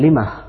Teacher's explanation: يقف بالهاء وليس بالميم. يقف بالهاء، وطبعا الوارد أيضا في لغة الشارع والوقف بالهاء أيسر أريح للنفس. · Term: هاء السكت